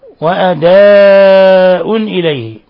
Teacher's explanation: مد متصل لاتصال الهمزة بحرف المد في نفس الكلمة